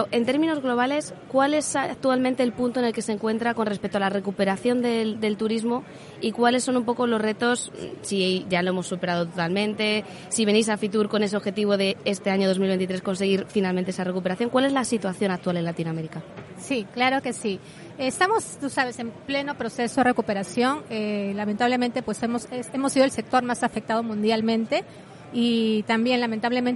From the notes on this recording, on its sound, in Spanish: Episodio especial grabado desde el espacio FITUR Know Know SEGITTUR en FITUR 2023, cedido por Radio Viajera.